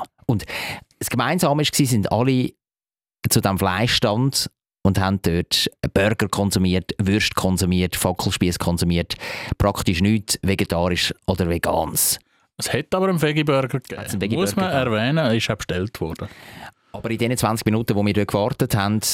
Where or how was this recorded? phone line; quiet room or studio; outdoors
quiet room or studio